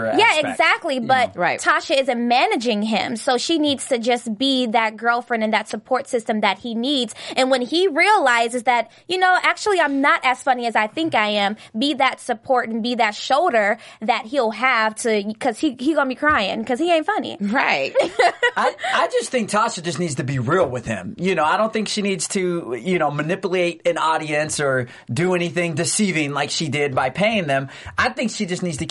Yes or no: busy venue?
no